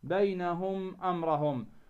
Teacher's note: الميم عاري عن التشديد، عاري عن الغنة، يعني تلفظ، تقوم بلفظ هذه الميم طبيعية · Term: الإظهار الشفوي